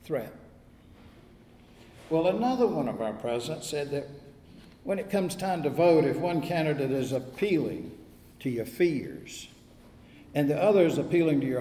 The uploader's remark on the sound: Recorded at Wednesday worship at First Presbyterian Church of Raleigh. Both churches are in the Presbytery of New Hope.